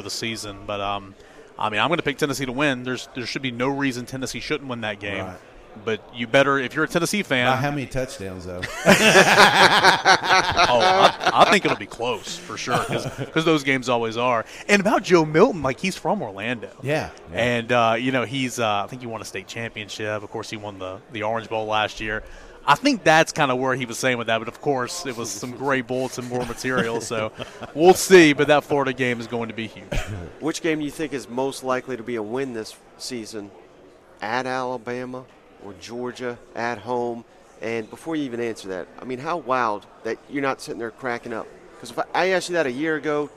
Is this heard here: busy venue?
yes